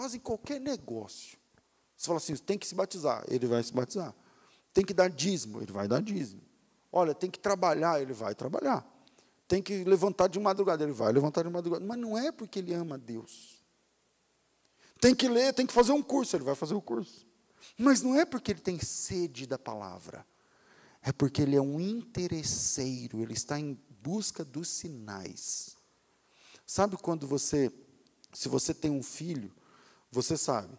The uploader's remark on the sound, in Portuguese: Culto ao vivo